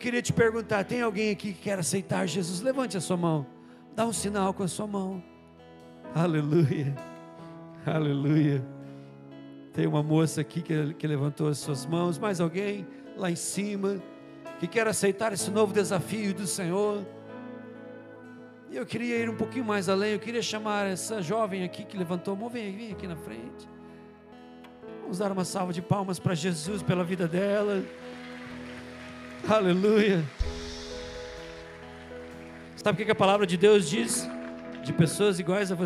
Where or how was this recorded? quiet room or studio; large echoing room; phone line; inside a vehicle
large echoing room